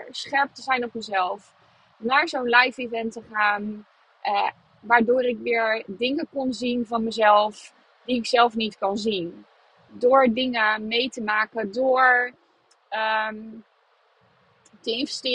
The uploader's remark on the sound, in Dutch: deze podcast opgenomen vanuit de auto